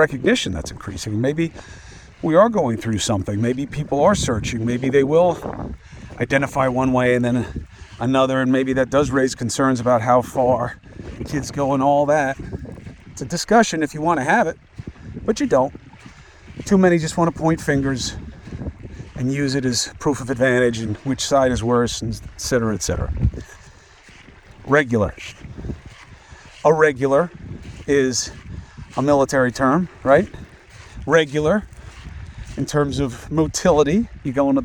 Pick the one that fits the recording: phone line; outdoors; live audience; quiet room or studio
outdoors